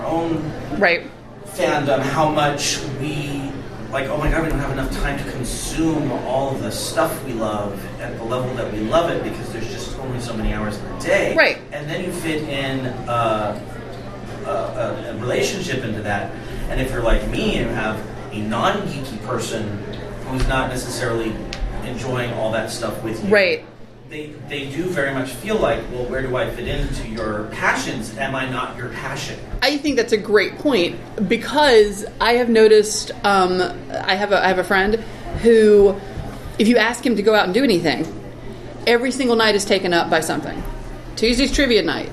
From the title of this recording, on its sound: live from PSCC!